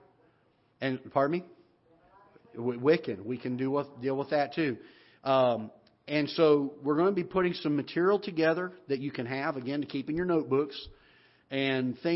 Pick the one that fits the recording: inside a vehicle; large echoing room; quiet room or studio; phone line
large echoing room